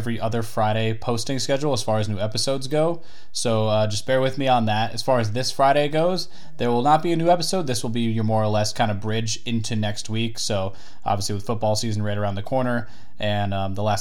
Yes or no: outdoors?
no